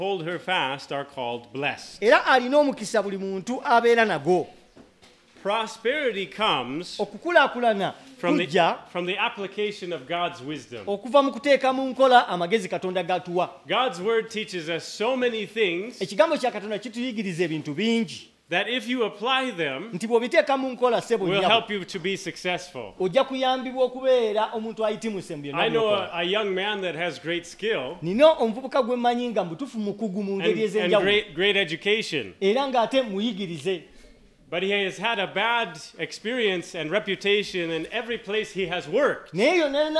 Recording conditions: large echoing room